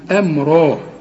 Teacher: الهمزة في القرآن دائما مرققة والميم كمان مرققة